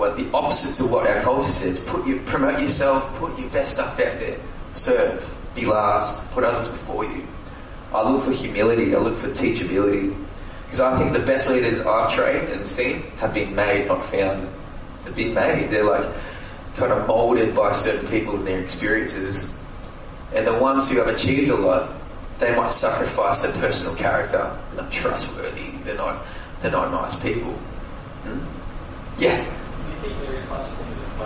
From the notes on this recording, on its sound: live question and answer sessions LIVE from Port Macquarie Luminosity Youth Summit